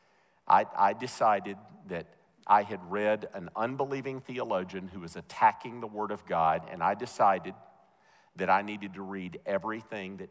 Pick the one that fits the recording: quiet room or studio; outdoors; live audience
live audience